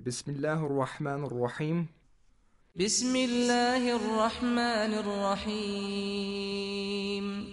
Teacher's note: Then ar-Rahim, again the lam is silent because ra is a shamsi letter.